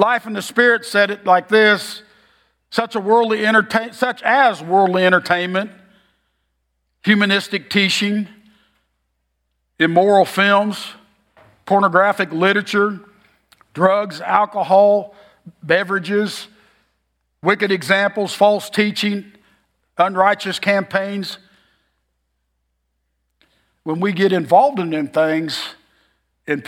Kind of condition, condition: setting, large echoing room